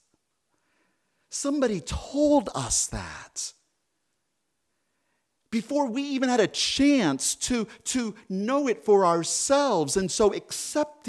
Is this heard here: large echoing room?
yes